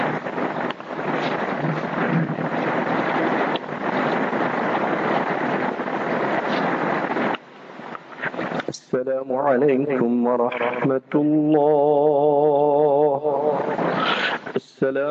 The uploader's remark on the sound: Jumah Lecture at Rainbow Masjid